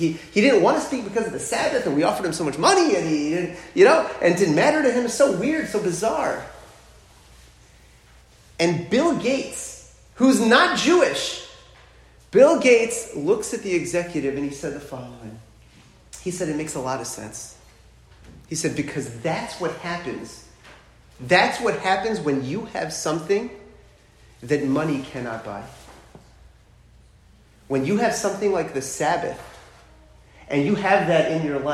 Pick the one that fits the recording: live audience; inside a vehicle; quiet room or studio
live audience